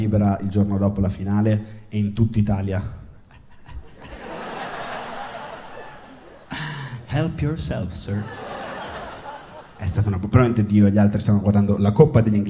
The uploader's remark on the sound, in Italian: Registrato al Circolo Magnolia - Milano.